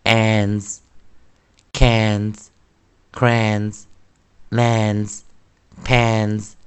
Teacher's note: 在 a n e s 记得 ands 后面的 s 发出浊化 z